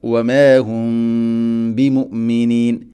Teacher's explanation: മീമിനെ അവിടെ ഗുന്ന ചെയ്യണം, ഇഖ്ഫ ഷഫവി എന്നാണ് പറയുക. വമാ ഹും ബിമുഅ്മിനീൻ ഇങ്ങനെ മീമിനെ അവ്യക്തമാക്കി മണിക്കണം.